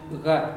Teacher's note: So instead of the tongue hitting up against the back of the mouth, you're not saying gut, you're saying gra. It's rubbing instead of hitting. · Term: aspirated